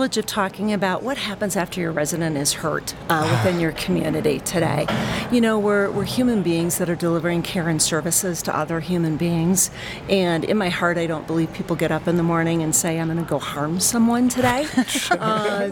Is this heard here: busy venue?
yes